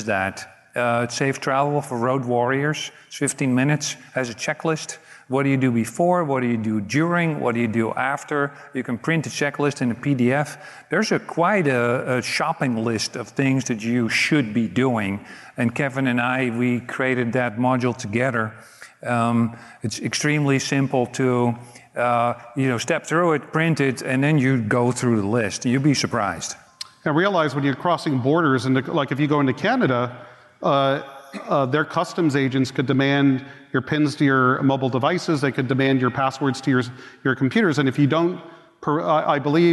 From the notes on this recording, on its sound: Recorded live at the KB4CON conference in Orlando, FL. Takes questions from the audience.